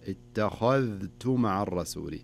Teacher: لابد أنك تراعي مسألة حروف الاستفهام وحروف الاستعلاء، الخاء من حروف الاستعلاء والتاء والذال من حروف الاستفهام، فتقرأها يا ليتني اتخذت اتخذت، وانتبه للذال لا تضغم مع التاء، يعني ما يجيك بعض الناس يقرأها اتخذت وحفظها، إيه لابد أنك تظهر الذال اتخذت مع الرسول.